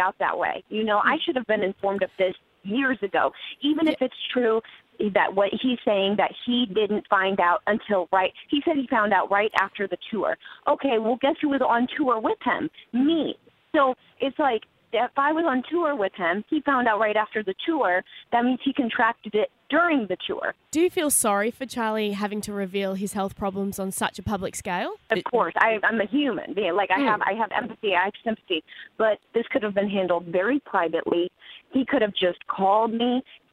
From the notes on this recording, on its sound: got her on the phone